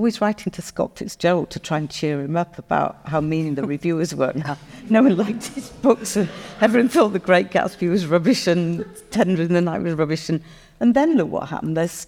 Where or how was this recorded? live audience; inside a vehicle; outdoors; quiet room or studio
live audience